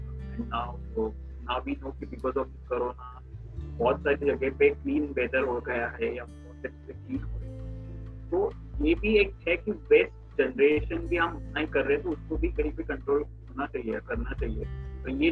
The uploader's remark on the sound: interactive session over zoom